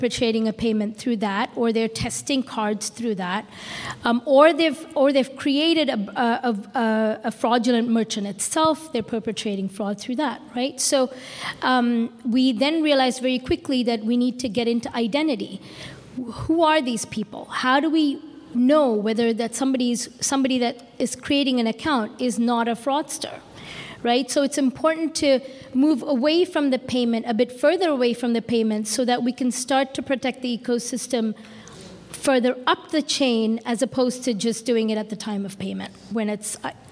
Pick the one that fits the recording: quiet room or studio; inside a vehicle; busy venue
busy venue